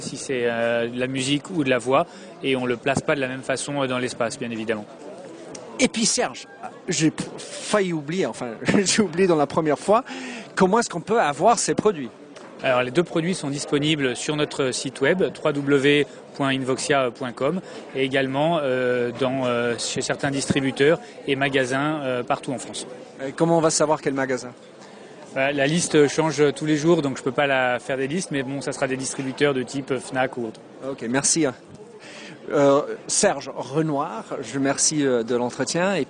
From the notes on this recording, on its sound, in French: à l'Universite d'Eté du MEDEF 2012 et ai pris l'opportunité d'enregistrer cet entretien sur son stand.